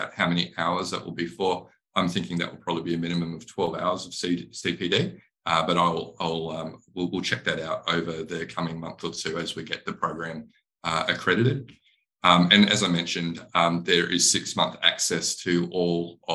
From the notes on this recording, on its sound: a recorded webinar